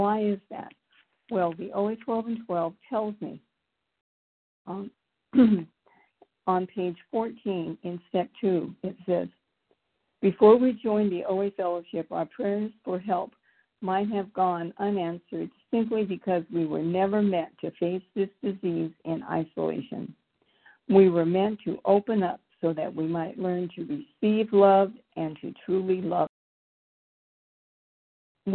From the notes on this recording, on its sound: the 100 Pounders Phone Meeting, 9/23/23